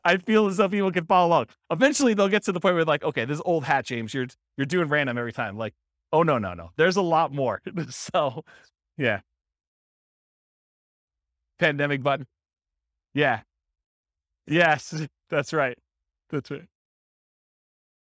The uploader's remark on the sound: This was a live class recorded